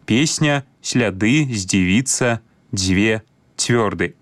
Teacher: Усе памятаем, што пры карэктным беларускім вымаўленні свісцячыя зычныя прыкметна памякчаюцца перад наступнымі мяккімі гукамі · Term: мяккасць свісцячых зычных